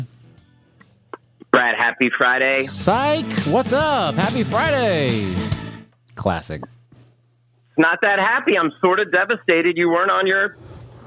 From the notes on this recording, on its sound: Was recorded over the phone. In Austin “Podcastropolis” Texas.